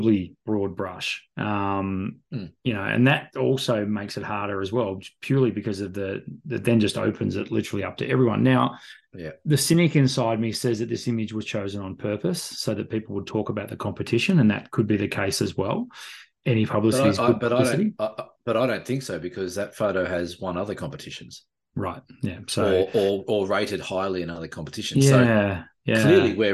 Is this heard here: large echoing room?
no